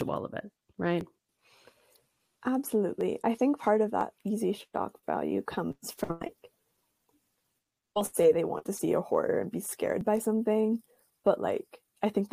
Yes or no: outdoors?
no